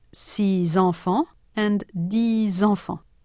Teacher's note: In six enfants and dix enfants, six and dix are followed by a vowel. There is liaison. They are pronounced six enfants and dix enfants.